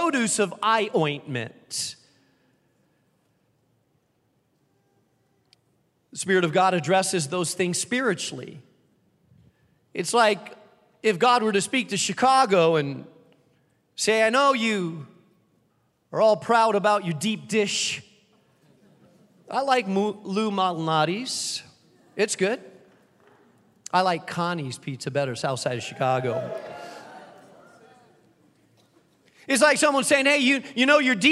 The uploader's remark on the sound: keynote address to those in attendance at our new Founder's Week Conference on the campus of the Moody Bible Institute